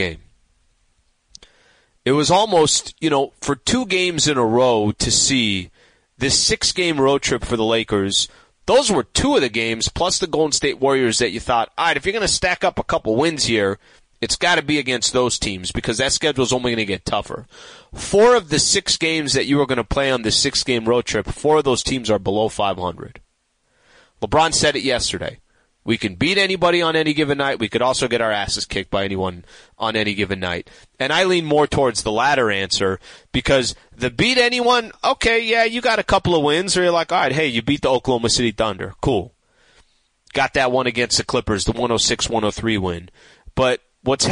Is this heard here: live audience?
no